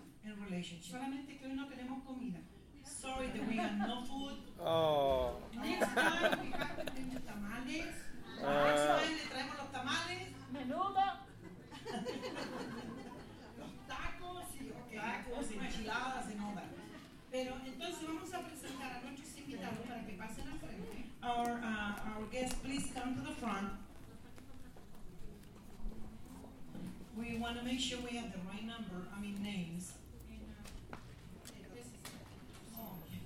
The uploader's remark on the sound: A recording of a community event where local police officers and police departments speak about their roles in policing immigrant communities.